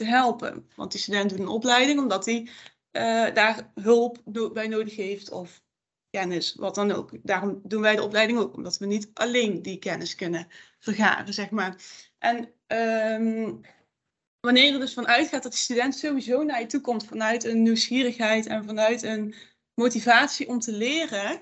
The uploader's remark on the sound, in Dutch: Via beeldbellen